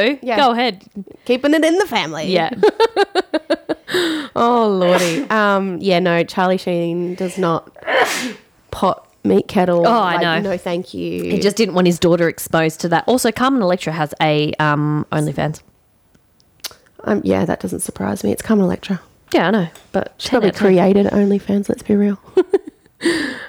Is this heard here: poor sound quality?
no